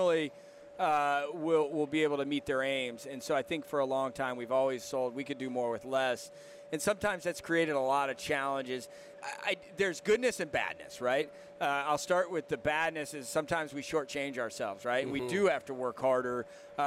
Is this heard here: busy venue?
yes